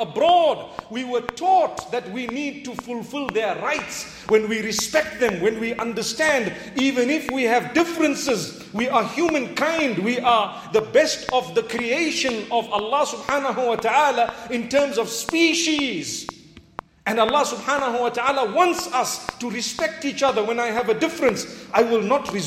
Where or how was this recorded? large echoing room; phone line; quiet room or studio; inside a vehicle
large echoing room